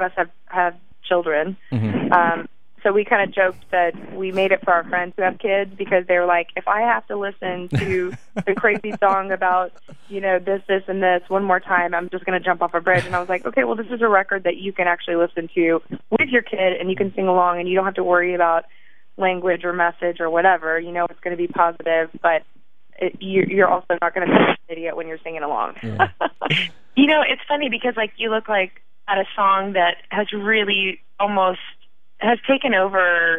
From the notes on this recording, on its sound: grabbed some time over the phone